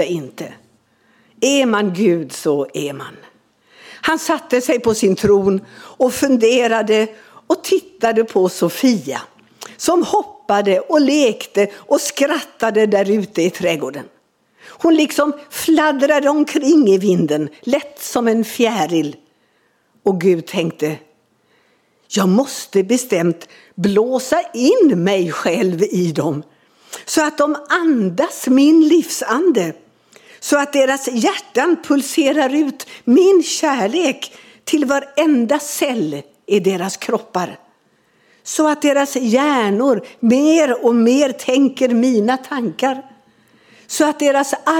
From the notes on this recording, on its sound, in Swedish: Inspelad under gudstjänst i Equmeniakyrkan Väte